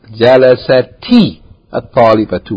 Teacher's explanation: Jalasat, ta with sukoon, that's its original form, followed by a word with alif lam, at-talibatu, becomes jalasati, at-talibatu, with kasra.